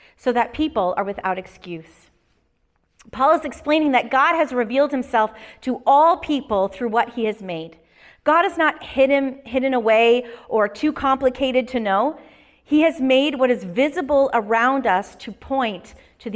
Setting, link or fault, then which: setting, large echoing room